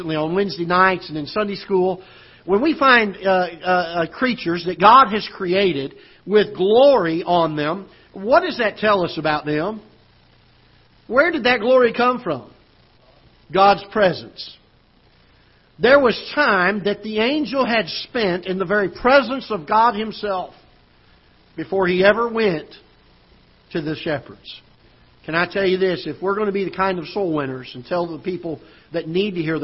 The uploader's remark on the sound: Ketha Heights Baptist Church ~ Live Broadcast